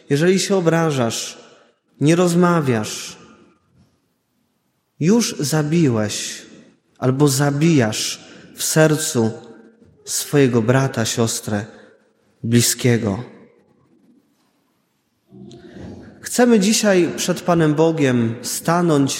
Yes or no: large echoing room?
yes